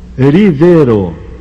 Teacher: R tem o som de R, mas é sempre fraco, mesmo no início das palavras.